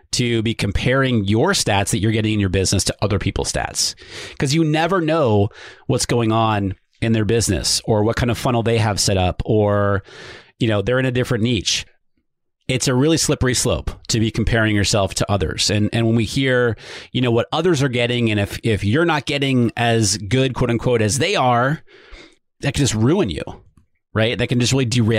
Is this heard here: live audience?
no